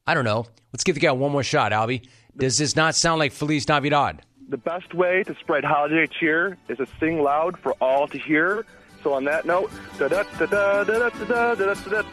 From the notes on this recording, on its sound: Open Phones | More Phone Calls.